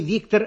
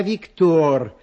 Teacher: Во французском языке ударение на последнем слоге. · Shown in: second take